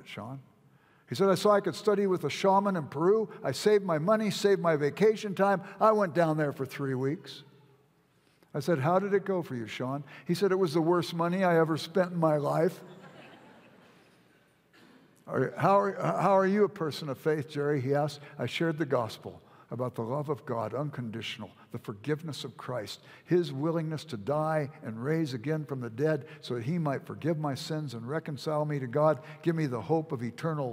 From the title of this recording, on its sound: at Timberline Church - Audio